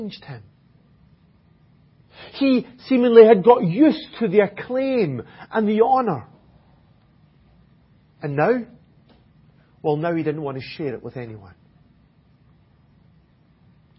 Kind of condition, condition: setting, large echoing room